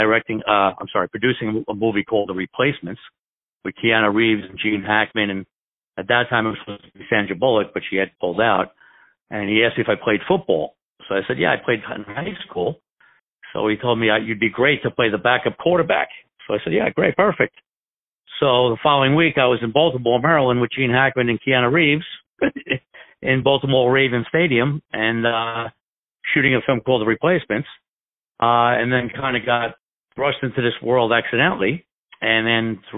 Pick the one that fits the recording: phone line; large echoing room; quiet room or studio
phone line